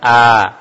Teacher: makhraj huruf alif itu dari pangkal tenggorokan